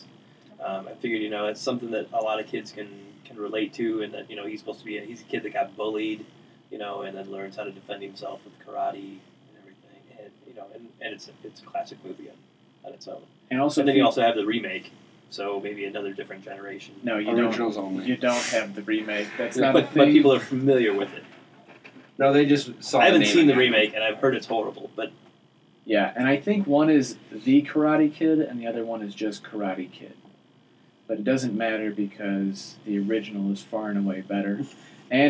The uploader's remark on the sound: Some technical difficulties messed with the audio, so it doesn't sound as crisp as normal.